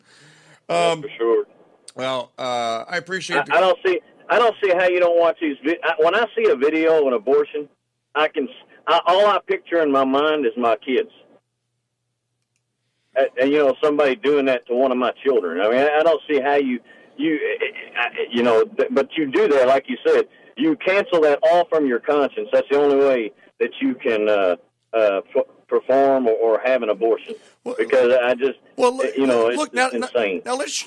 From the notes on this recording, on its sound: Mandeville, LA. Takes phone calls.